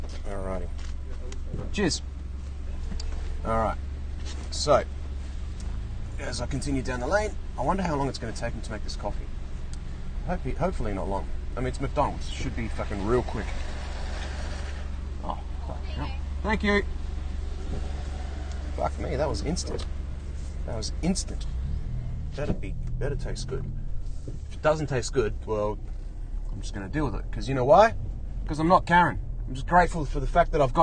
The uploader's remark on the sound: Today I’m in the car again.